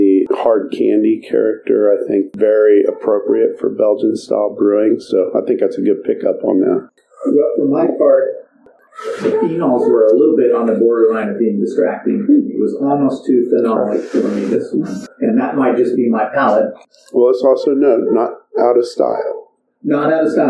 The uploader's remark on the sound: We had technical issues with this recording so the sound quality is not up to our usual standards.